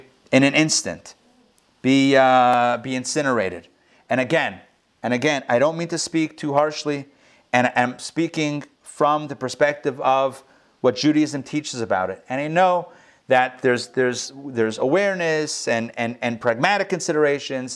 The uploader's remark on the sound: Recorded live in Atlanta on February 2, 2021